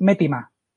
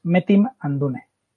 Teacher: Tolkien elidía la última A · Shown in: second take · y para eso lo marca con un apóstrofo.